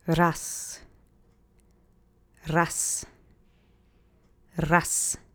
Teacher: This ends in a Z, but like with other words, sometimes that Z gets softened in speech into a more of a S sound.